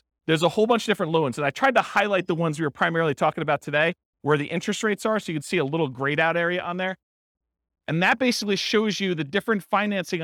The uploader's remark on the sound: This was a live class recorded